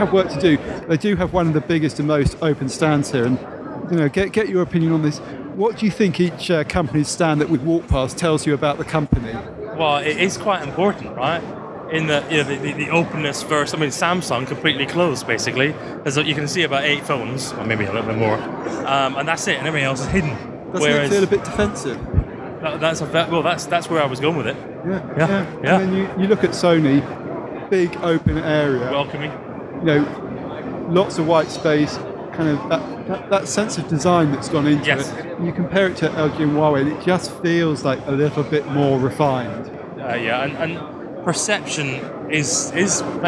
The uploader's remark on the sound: Head to Mobile World Congress and report live from a very noisy show floor. Live at Mobile World Congress. Report live from a very noisy show floor, including visits to ZTE, Huawei, LG, Microsoft and HTC's stands.